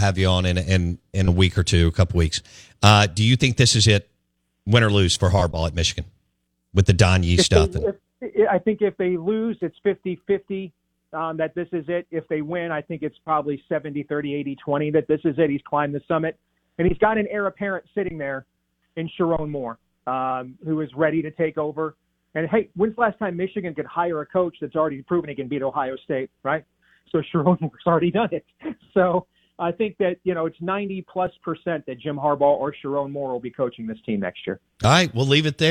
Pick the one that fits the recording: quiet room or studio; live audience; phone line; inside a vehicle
phone line